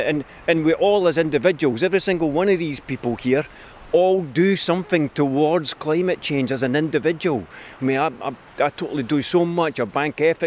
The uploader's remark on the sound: This episode was recorded at Climate Camp Scotland in Grangemouth